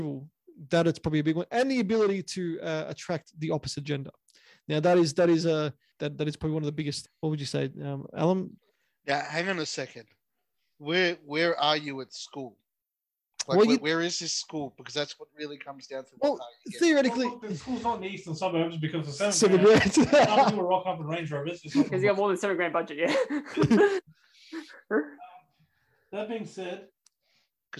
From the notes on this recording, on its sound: we had technical issues this episode and the sound quality is off slightly